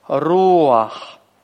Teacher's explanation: у нас У – звук ударный, а А – это не отдельный слог, это просто призвук перед гортанной. · Term: беглый патах